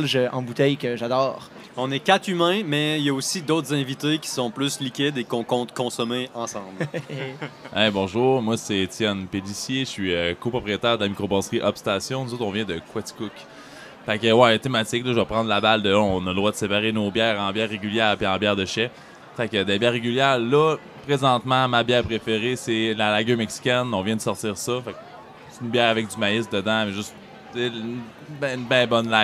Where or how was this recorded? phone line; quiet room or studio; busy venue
busy venue